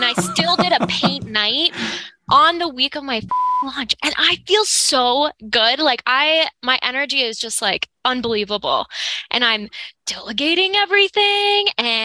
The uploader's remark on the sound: I’m sharing a recording of a recent coaching call that I had with one of our Accelerator coaching members. This call is a 1-on-1 coaching call.